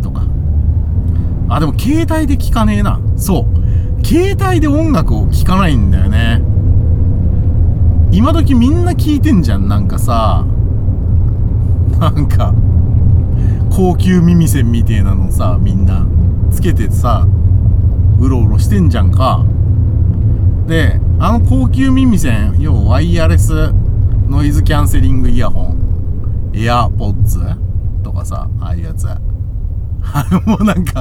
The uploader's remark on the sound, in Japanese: ただ運転して、ただ話してるから。車の走行音と運転手の声を遠くに聞きながら。